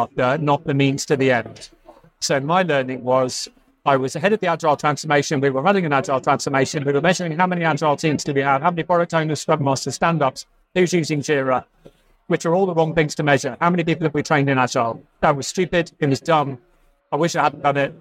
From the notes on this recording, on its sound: Recorded live at the Agile Australia Conference.